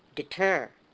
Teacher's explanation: Accent on the second syllable where the T appears, no flap.